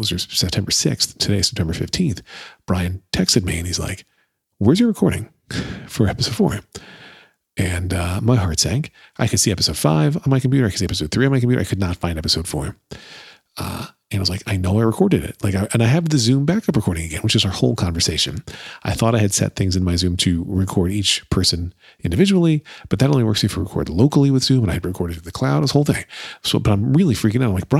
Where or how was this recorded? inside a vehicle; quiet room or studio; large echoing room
quiet room or studio